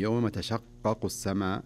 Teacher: يعني عندنا قافين، قاف الأولى مشددة والثانية خفيفة، فتكون الشدة في الأولى أعلى أو زمنها أكثر من الثانية